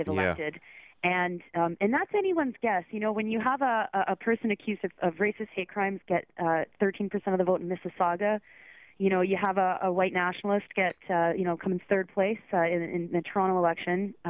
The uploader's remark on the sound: I take calls